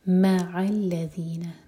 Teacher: میم پر زور دے کر پڑھا جائے گا اور عین حلق سے. مع الذین یدعون، دال پر قلقلہ.